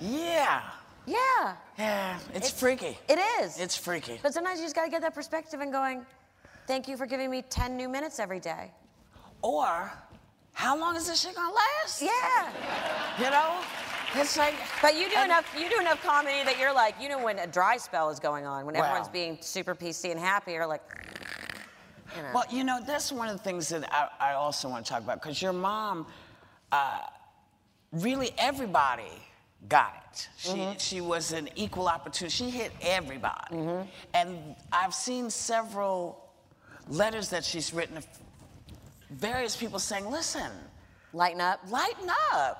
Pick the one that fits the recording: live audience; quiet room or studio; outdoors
live audience